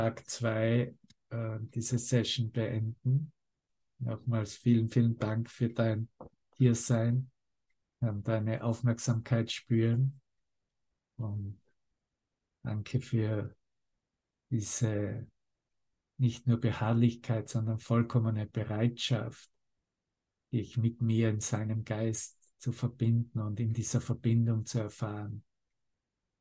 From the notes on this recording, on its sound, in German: Zoom-Session. Veranstaltet von der Aleph Akademie.